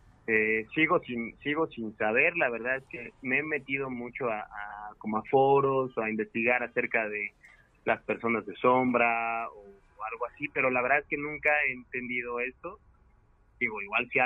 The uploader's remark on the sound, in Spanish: Contamos con la llamada en vivo de un escucha que nos comparte su reacción al enfrentar cara a cara lo sobrenatural.